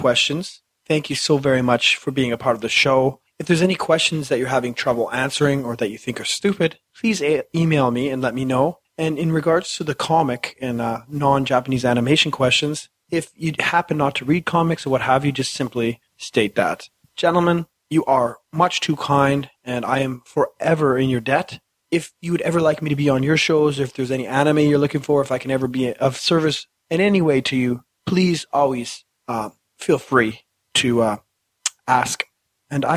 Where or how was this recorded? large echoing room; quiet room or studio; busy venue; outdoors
quiet room or studio